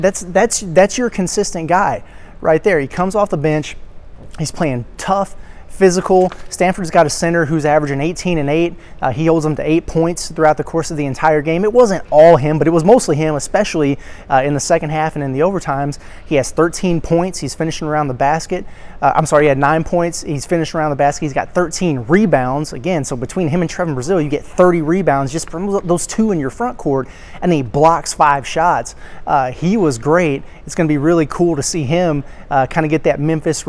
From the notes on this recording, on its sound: Live reaction and takeaways from the Imperial Ballroom at Paradise Island. At the Battle 4 Atlantis.